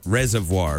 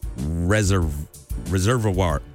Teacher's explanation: People ignore the second R and say reservoir like I do. · Shown in: first take · But it's reservoir.